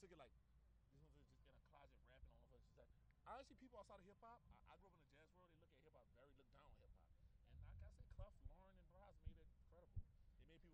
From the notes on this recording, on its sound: Interview at Bonnaroo Music and Arts Festival.